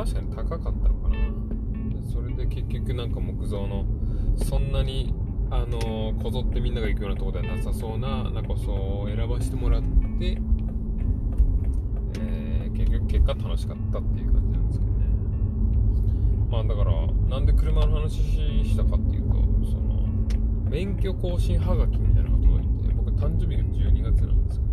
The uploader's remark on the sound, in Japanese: 車の中で車の話。バイト帰りの車の中で録ってます。スマホをドリンクホルダーに刺して録音したけど声遠くて何いってんだか聞こえません。